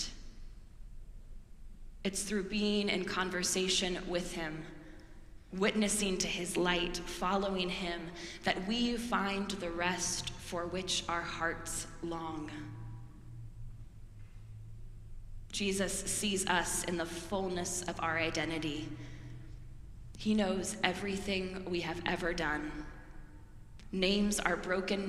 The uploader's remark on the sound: preached at our celebration of the Holy Eucharist on the Third Sunday in Lent